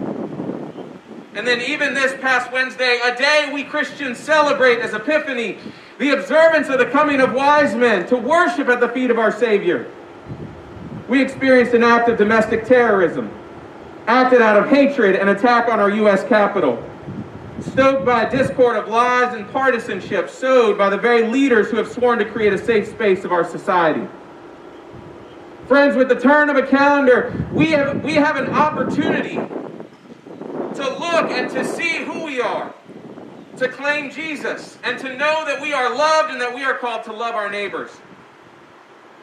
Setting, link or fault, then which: setting, outdoors